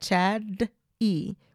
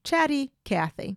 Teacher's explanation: When we have two T's together, like we do in chatty, we don't say chatty, we say chaddy. You hear that? Chad-y. We make it kind of a D sound.